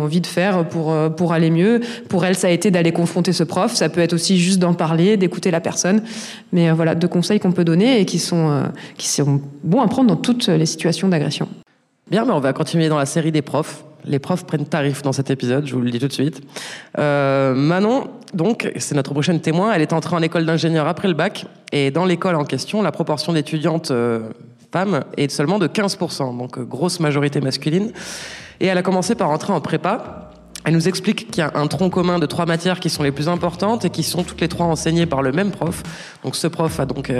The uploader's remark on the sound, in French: En live à Sciences Po Aix. Nous enregistrons en live depuis un amphithéatre de Sciences Po Aix. Cet épisode est un peu spécial car il a donné lieu à une libération de la parole des étudiantes présentes dans la salle.